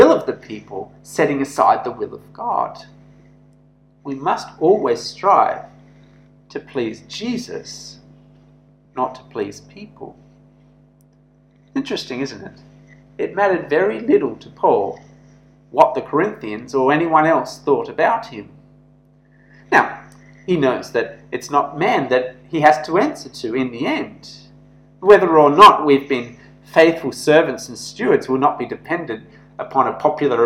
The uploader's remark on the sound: This sermon was preached at St George's Church, Penang